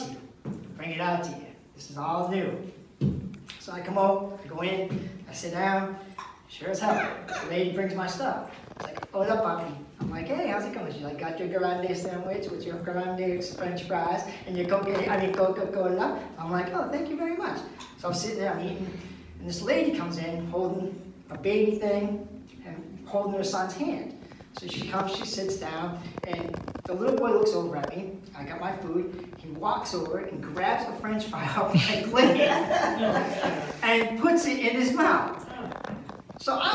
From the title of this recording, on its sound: Live at the MEG - Second Show